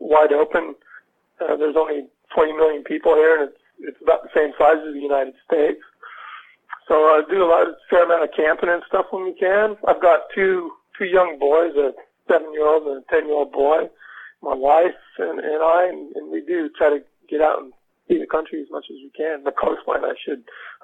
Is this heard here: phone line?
yes